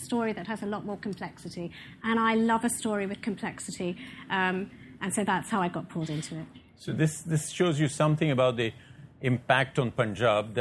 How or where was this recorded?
live audience